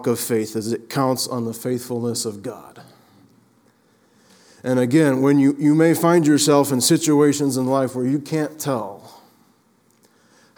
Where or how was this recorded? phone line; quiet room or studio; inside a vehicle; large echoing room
large echoing room